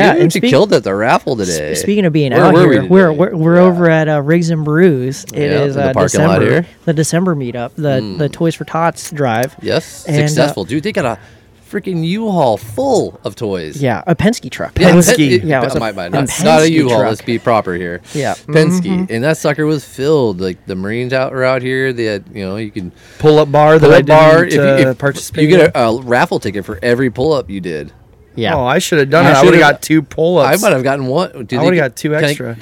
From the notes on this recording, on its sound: Rigs & Brews ON LOCATION. Record from the Duck Foot Brewery parking lot! They pumped this event for a couple of weeks and the turn out was great!